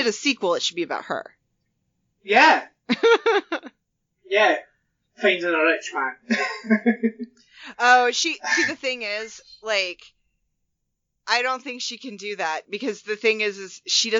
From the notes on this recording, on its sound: Audio is not 100% perfect but it doesn't take away from the episode.